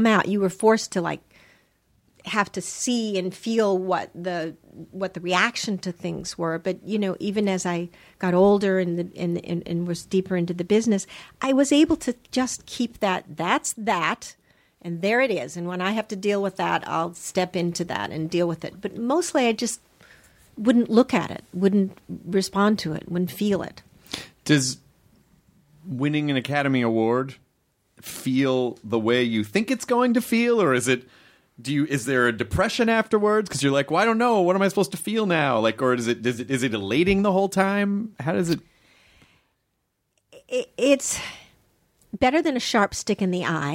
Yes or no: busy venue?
no